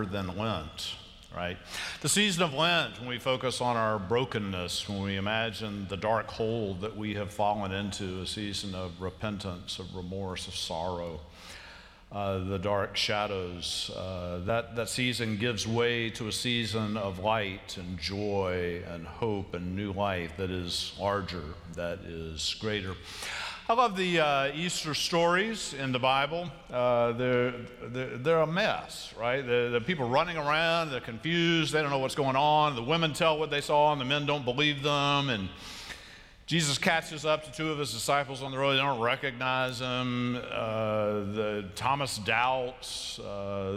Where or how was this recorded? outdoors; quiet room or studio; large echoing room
large echoing room